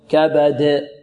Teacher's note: في كبد قلقلة في الدال، كبد هكذا قلقلة واضحة قوية لا تميل لا إلى فتح ولا إلى كسر ولا إلى ضم